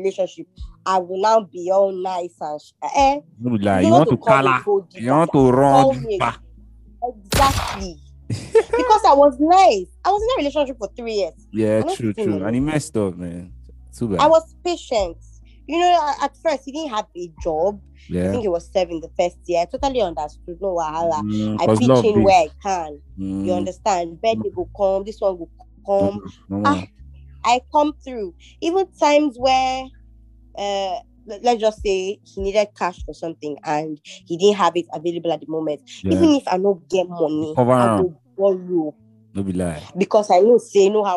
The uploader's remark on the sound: over a ZOOM AUDIO CALL Recording